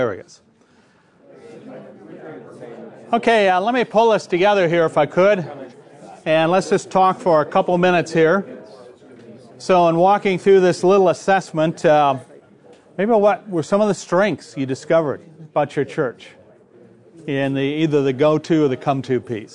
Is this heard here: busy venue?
yes